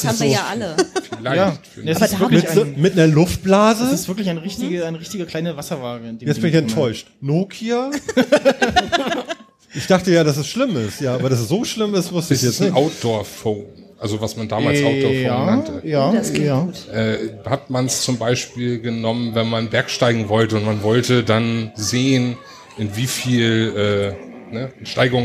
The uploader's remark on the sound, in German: Chaos Communication Congress statt Auf dem 33c3 in Hamburg fand die dritte Ausgabe statt, erstmals vor großem Publikum und unter Alkohol Einfluss! An vierter Stelle gab es wechselnde Teilnehmer aus dem Publikum vor Ort!